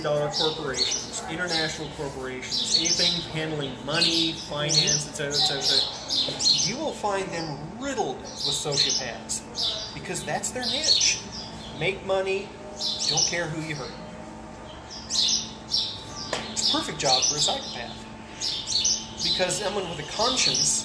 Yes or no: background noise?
yes